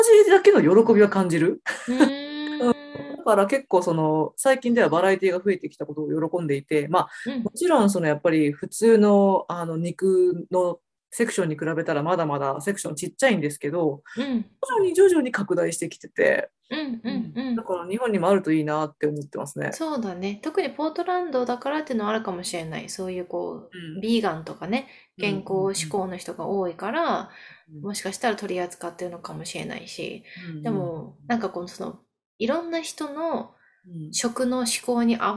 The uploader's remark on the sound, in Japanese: ズームでお送りしたため、音質は少し落ちてしまいます。